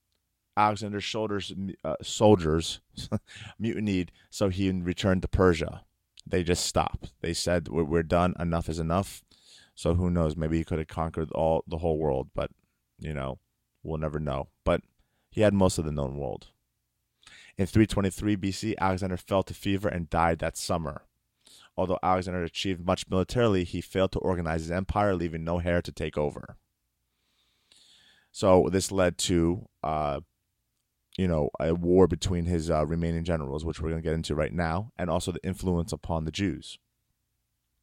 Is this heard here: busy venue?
no